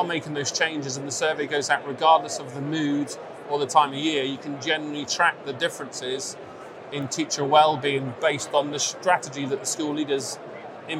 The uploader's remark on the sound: live from the NetSupport stand at Bett